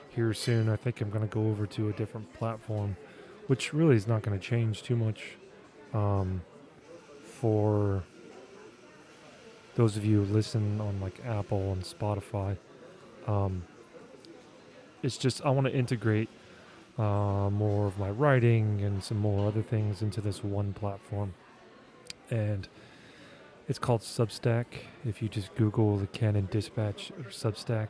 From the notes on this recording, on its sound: I recorded this episode in an airport lounge, which is why you can hear all of the ambient lounge noises in the background